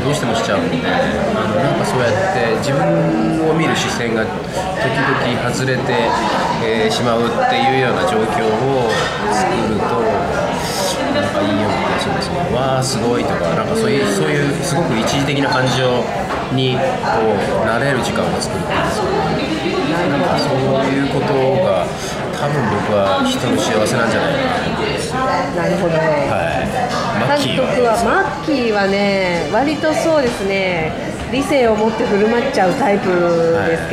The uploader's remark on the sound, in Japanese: なんとニューヨークからお届けします。ＮＹの素敵なCAFEで収録したスペシャルオンエアです。